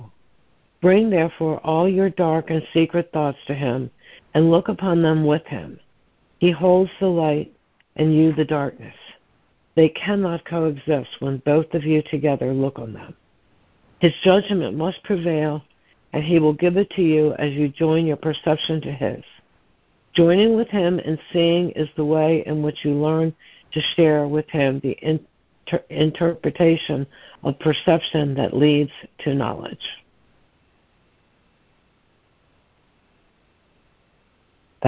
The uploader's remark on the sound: ACIM Daily Conference Call